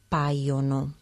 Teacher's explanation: Un quinto grupo sería los verbos que pierden la R, es decir, que tiende a desaparecer esta R en posición intervocálica